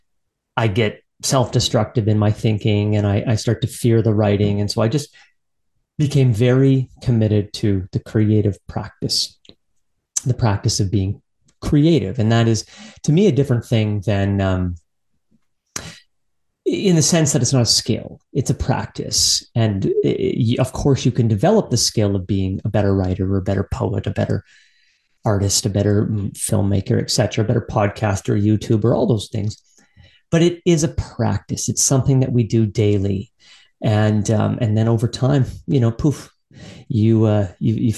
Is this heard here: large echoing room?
no